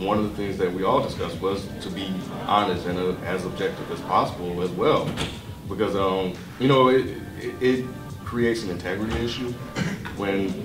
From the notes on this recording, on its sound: DEHH Live Panel Discussion.